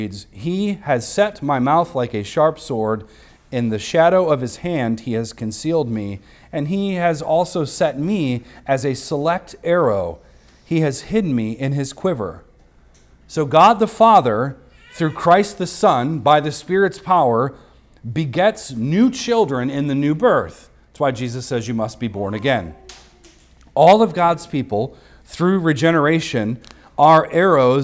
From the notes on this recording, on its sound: recorded on Sunday, December 3rd, 2023, at the weekly worship gathering of Cross & Crown Church.